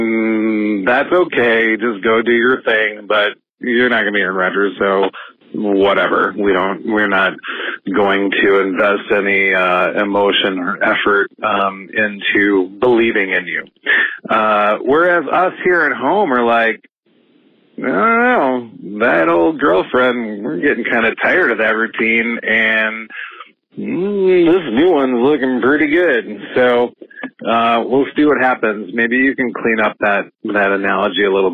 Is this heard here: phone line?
yes